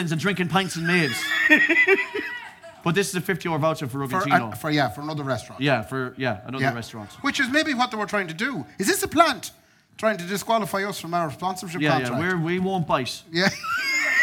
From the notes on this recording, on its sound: The deluxe extravaganza Christmas live show recorded at Anderson’s Tremendous Events Centre December 2023.